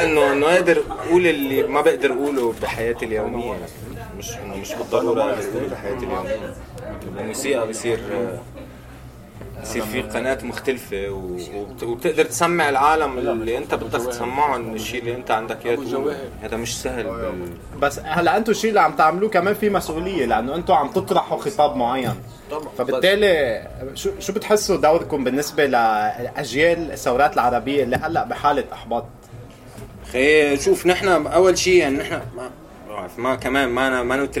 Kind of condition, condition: setting, busy venue